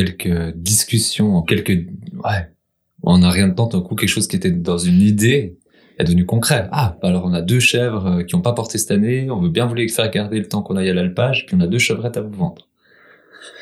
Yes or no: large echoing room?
no